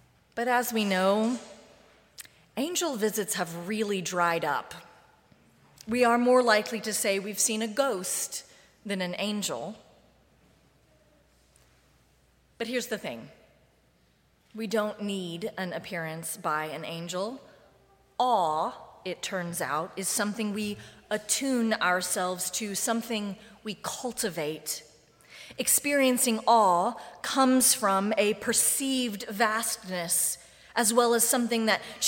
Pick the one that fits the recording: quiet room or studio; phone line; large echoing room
large echoing room